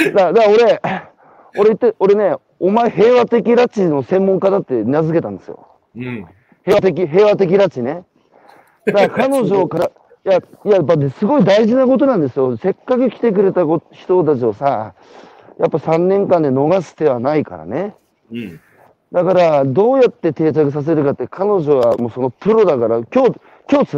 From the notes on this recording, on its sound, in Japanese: 岩手県大槌町。歩きながら1時間、対談する。